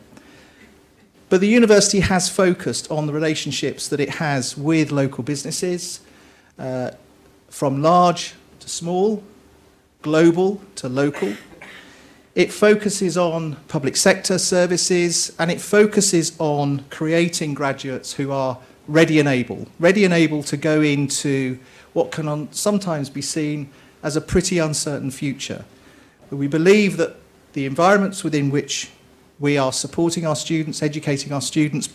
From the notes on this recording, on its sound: delivered the University's prestigious Annual Bolland Lecture as part of the Bristol Distinguished Address Series